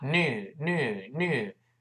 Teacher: 在美音中呢不发 new，它发 new newnew，那个 ye 几乎听不到了，就是 n